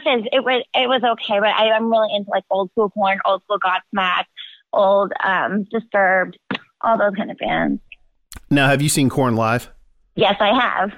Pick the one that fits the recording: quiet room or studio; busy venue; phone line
phone line